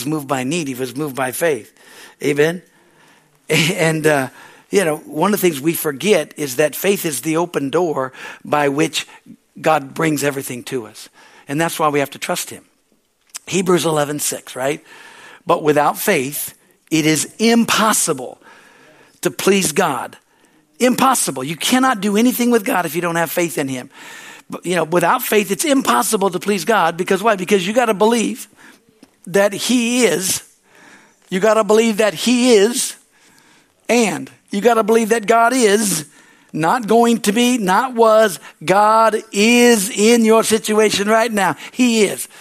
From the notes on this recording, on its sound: from the Wednesday service on March 22, 2023 at Harvest Bible Church in Stockton, CA